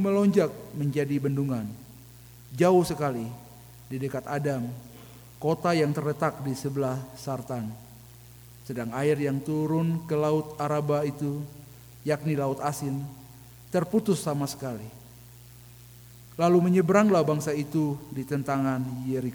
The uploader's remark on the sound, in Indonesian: Rekaman Khotbah pada Ibadah Minggu malam tgl 16 Juli 2023 dari GKI Kalvari Tembagapura, Papua.